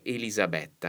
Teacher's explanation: la pronuncia corretta è Elisabetta con la E aperta